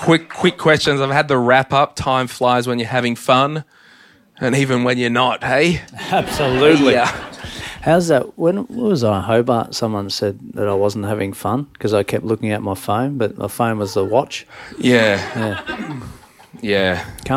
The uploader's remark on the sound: Today's episode was recorded LIVE in Brisvegas! Live in Brisbane.